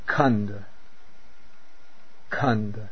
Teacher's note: the voiceless aspirate, K, a little puff of air